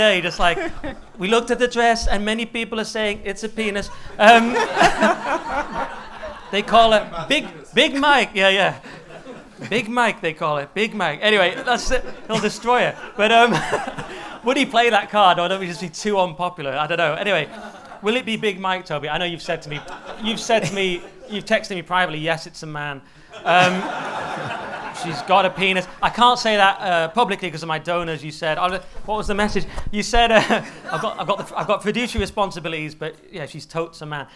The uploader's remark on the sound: Live at the Hippodrome. Live from The Hippodrome in London’s Leicester Square!